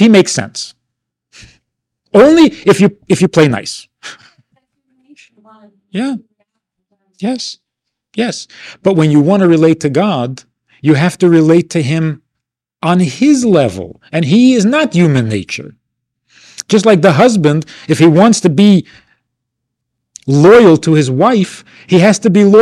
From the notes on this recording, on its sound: This audio is taken from a class given at the Bais Chana Institute of Jewish Learning in the Summer of 1993.